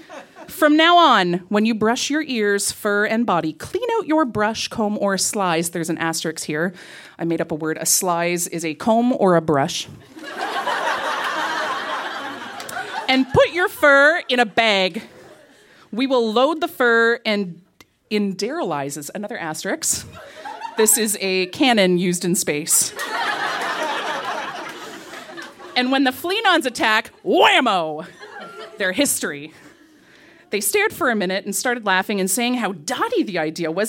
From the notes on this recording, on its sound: Recorded live at Yuk Yuk's in Ottawa.